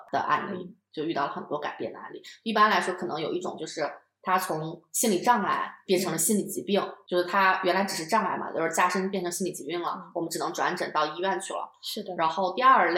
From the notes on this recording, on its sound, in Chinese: 音质依旧有点飘忽不定，但目前已经斥巨资在改善录音设备了。